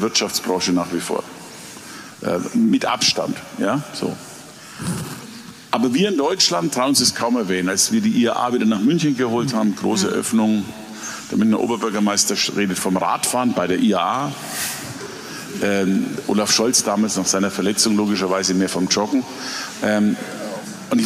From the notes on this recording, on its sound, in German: Live-Interview mit unserer Redaktion im Augsburger Kleinen Goldenen Saal